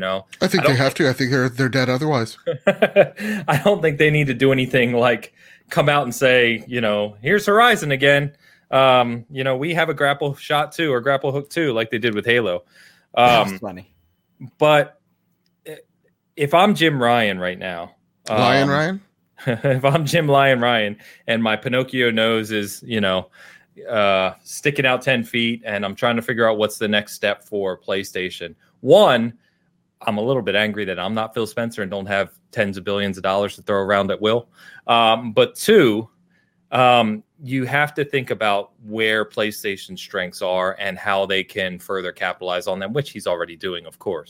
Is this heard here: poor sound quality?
no